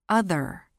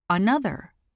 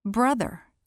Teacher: Voiced th, th, in the middle of words.